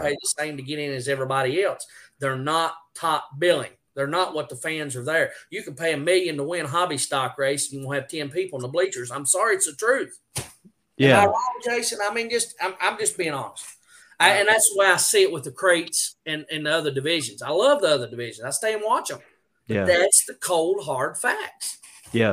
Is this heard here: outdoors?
no